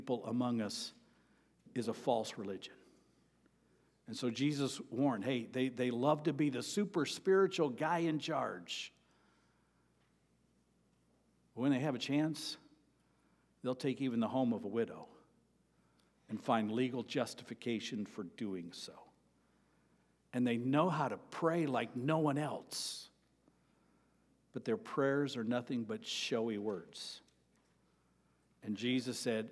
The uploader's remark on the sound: Sermon preached on April 30, 2023, at Avondale Baptist Church.